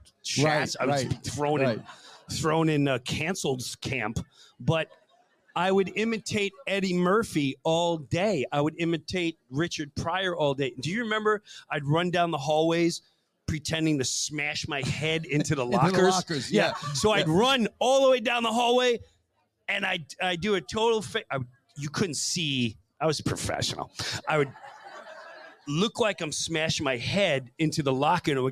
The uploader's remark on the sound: True Breu Weekend in Sarasota, Fl. Our first live show in front of an audience.